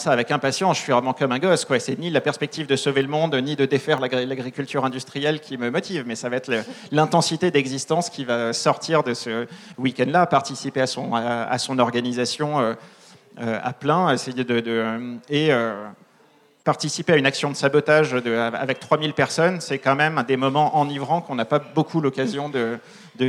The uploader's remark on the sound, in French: Conférence enregistrée en public à la REcyclerie.